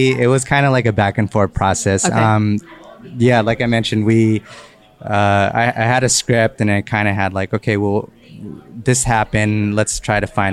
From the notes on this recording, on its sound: Live broadcast from the SFFilm Festival's filmmakers lounge. In this live interview.